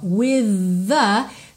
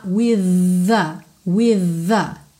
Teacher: o TH de with é o TH vocalizado. V, v, ok? Tem pregas vocais funcionando aí. V, v. Então, você liga esse som no A.